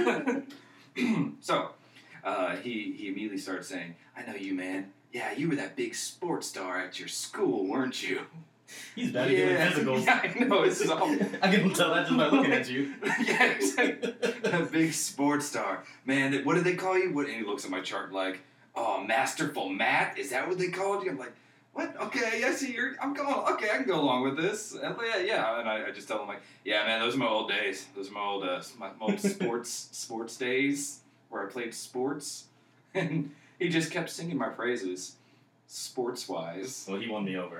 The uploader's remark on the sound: Mics not so much.